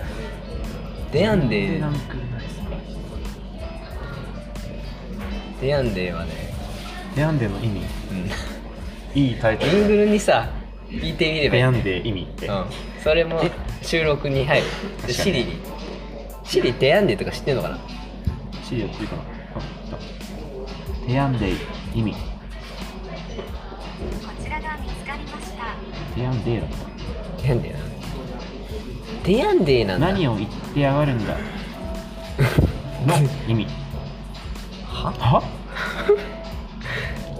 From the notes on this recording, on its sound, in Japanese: マクドナルドでのテスト収録。